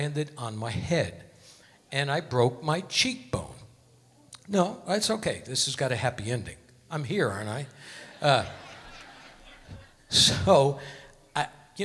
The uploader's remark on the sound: Live at the South Point 10-20-2016